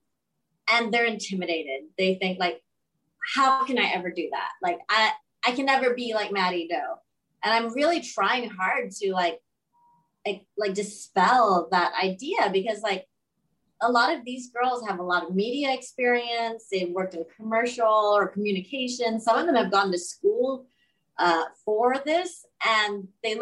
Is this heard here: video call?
yes